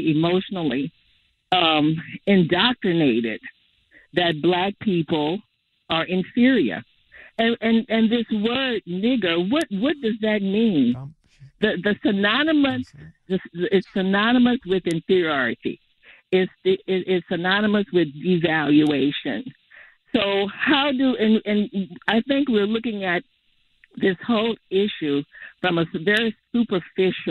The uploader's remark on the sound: Angelenos called in to share their reactions